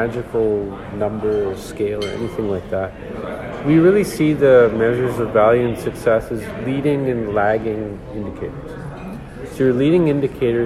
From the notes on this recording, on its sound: Partially recorded at the MAPS America's Annual meeting in Nashville. Members of the MAPS Digital FAWG interviewed representatives from seven organizations in the MAPS Partner Circle.